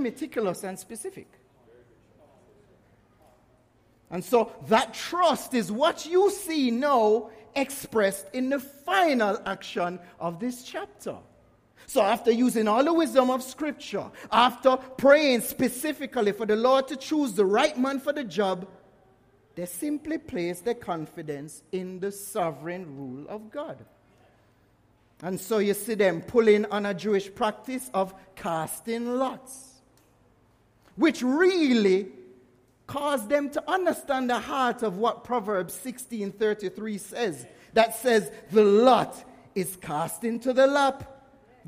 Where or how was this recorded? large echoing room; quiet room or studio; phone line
large echoing room